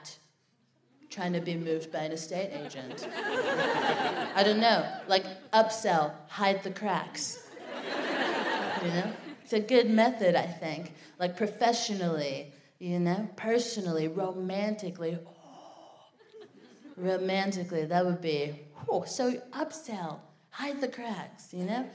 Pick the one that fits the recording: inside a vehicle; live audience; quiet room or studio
live audience